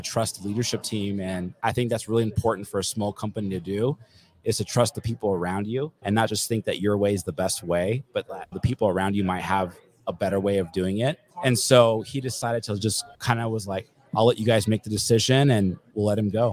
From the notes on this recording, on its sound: We are still live here in Las Vegas, NV for the Profit Rocket Summit